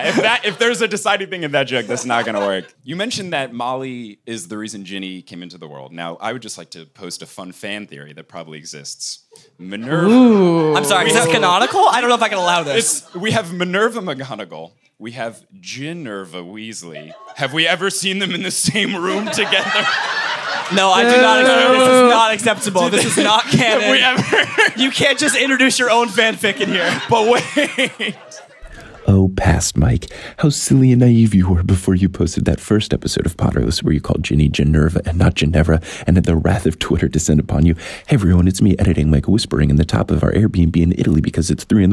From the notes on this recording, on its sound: Live from Seattle